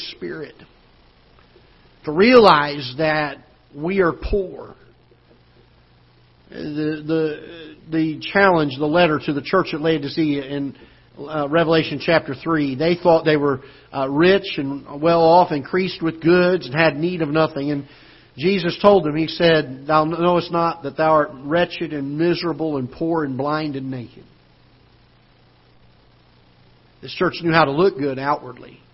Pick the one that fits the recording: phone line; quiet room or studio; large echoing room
large echoing room